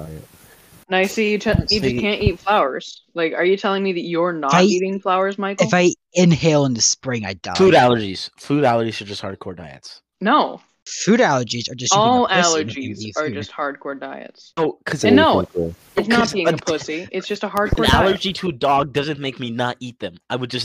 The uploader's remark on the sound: our audio may be choppy